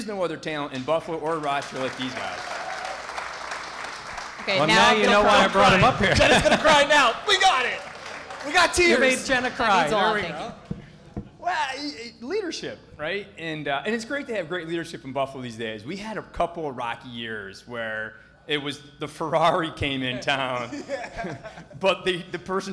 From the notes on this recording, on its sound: live event at Three Heads Brewing in Riochester